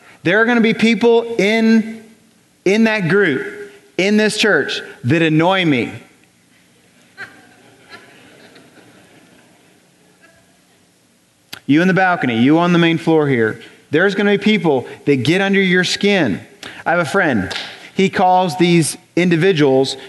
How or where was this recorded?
large echoing room